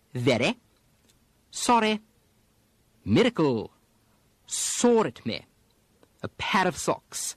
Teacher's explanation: in some very aristocratic speech, you'll hear a tapping of the R, a sort of a D substitution.